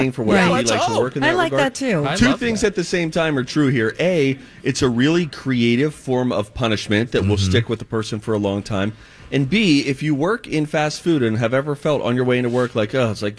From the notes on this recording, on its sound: Broadcasting live from Popped Corn in Minnetonka! It's our 16th Annual Santa Project.